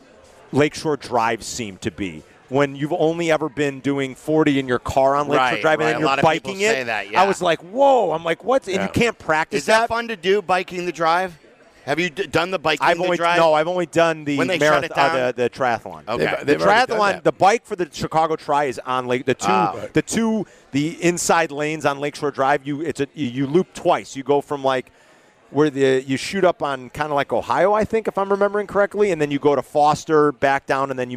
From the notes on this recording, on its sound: live from Legends!